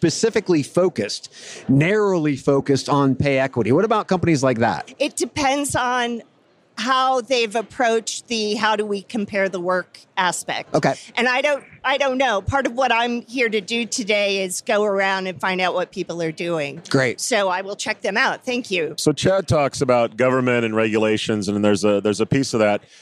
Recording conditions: busy venue